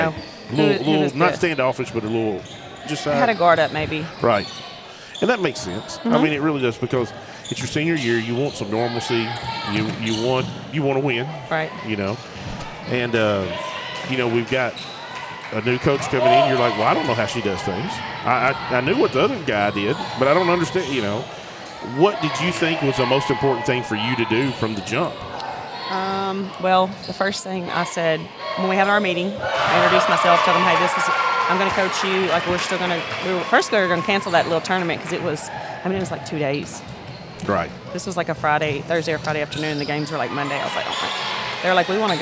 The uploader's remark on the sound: Recorded 2-2-2024 at MAIS Class 3A-District 1 Semi Finals